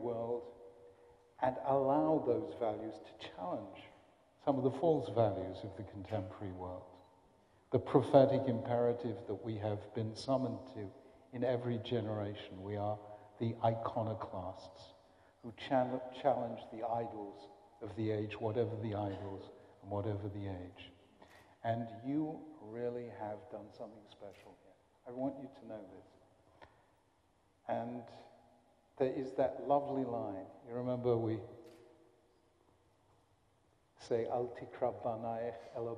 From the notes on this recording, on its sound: A recording of an address at the Kohelet Yeshiva High School in Philadelphia.